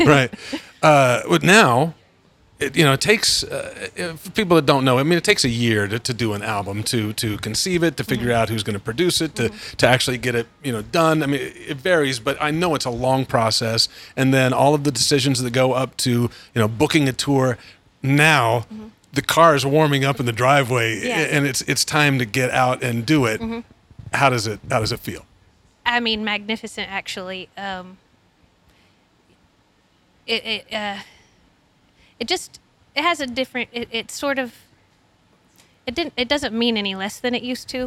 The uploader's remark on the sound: Desert 5 Spot, Los Angeles. 88FIVE Live sessions are recorded live on location.